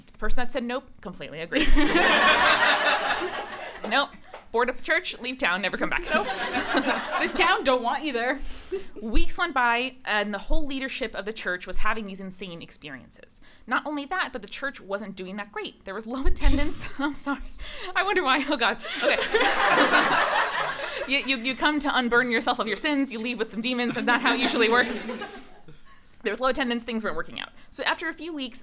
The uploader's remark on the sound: LIVE from ListenUp Festival 2019. This episode is coming at you straight from our live show at the Listen Up Festival in Portland, OR. To a sold-out audience in the basement bar of the Hoxton hotel.